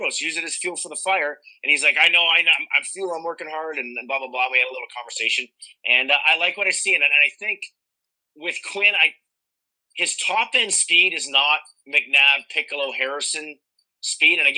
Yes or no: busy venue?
no